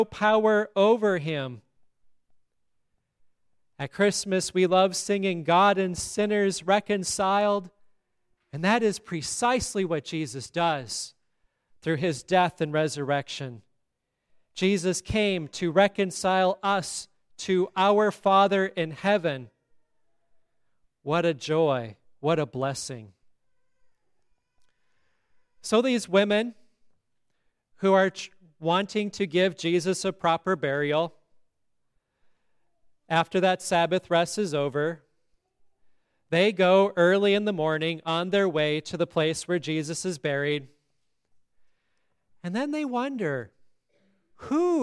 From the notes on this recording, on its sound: the Easter Service at Grace Lutheran Church, Lexington, MO.